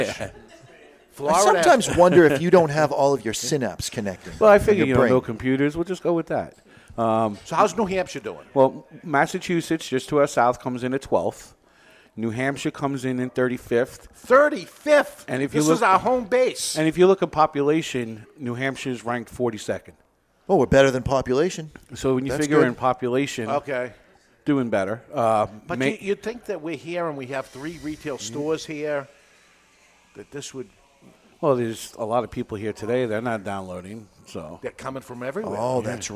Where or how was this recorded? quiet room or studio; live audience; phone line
live audience